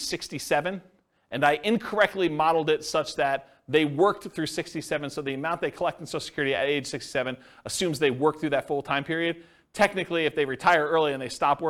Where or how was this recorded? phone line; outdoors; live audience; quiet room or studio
live audience